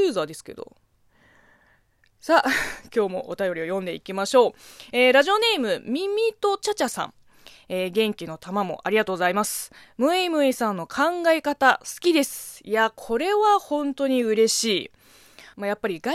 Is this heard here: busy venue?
no